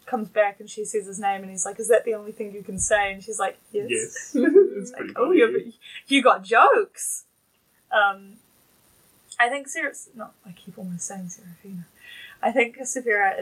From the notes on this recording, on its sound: Sorry this episode is so quiet, we had major technical difficulties.